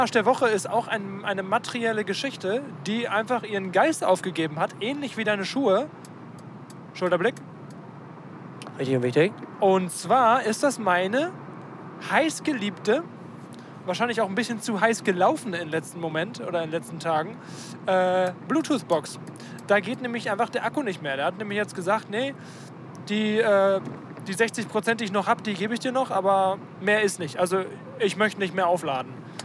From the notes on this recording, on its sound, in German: (Car-Edition). Die erste Folge die während einer Autofahrt aufgenommen wurde.